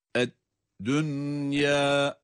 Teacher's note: nunu izhar ile okuyoruz, yayı da med ile telaffuz ediyoruz